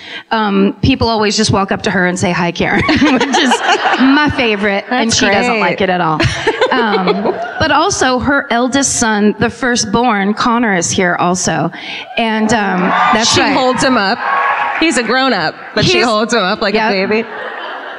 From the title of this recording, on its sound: Live at the Belk Theater in Charlotte